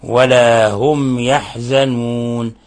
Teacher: الميم الساكنة جاء بعدها حرف الياء وهو من حروف الإظهار الشفوي، لأنه من أحد الحروف الستة وعشرين التي تظهر عند الميم الساكنة.